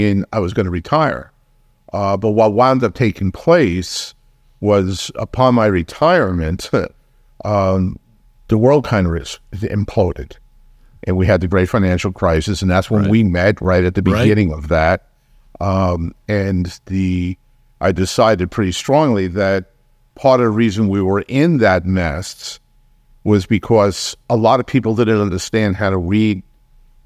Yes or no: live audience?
no